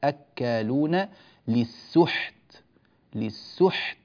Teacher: نحرص على تسكين الحاء وعدم قلقلتها أو اهتزازها أو نحو ذلك من الأمور التي قد تعتري القارئ.